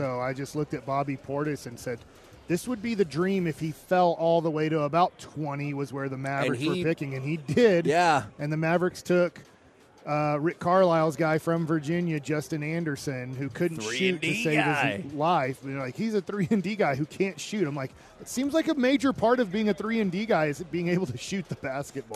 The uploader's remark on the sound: LIVE from Radio Row in Las Vegas!